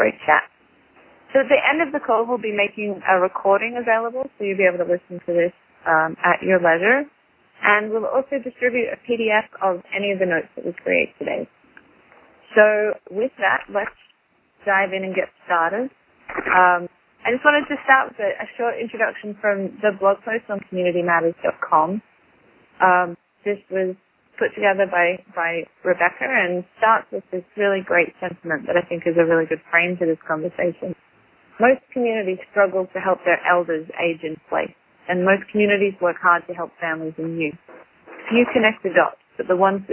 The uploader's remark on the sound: Call recorded on December 8, 2011.